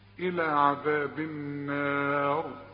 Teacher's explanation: الراء عند الوقف هنفخمها، هي مكسورة لكن تفخم عند الوقف